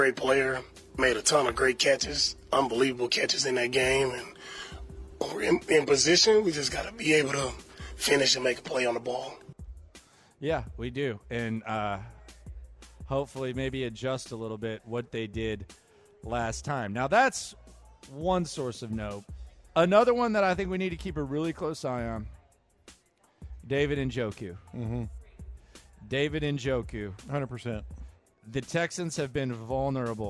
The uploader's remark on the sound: Live At The Bear Bryant Awards